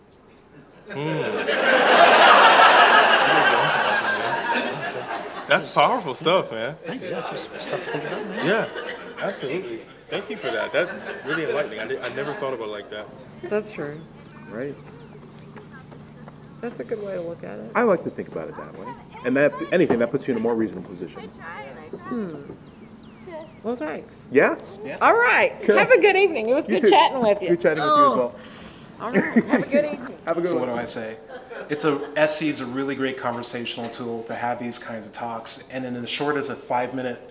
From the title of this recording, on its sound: Presentation | Let's Chat | Kentucky Freethought Convention